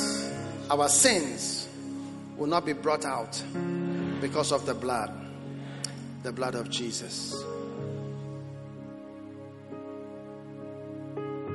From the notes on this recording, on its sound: Preached at the Prophetic Encounter Service.